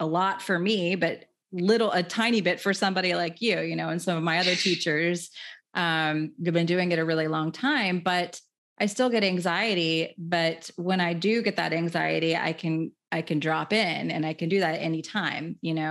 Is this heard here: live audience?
no